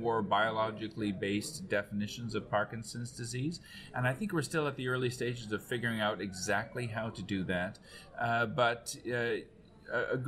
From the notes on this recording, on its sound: We broadcasted live from the 2023 Parkinson’s Progression Markers Initiative (PPMI) Annual Meeting. This interview took place on-site at the recently wrapped up annual event of the Michael J Fox Foundation in New York.